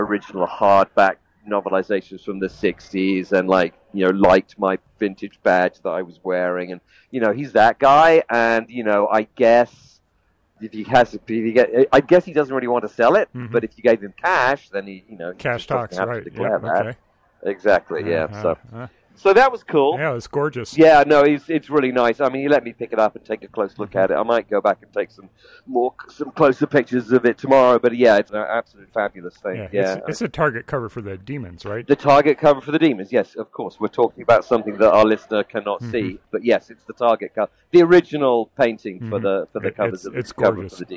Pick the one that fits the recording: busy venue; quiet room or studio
busy venue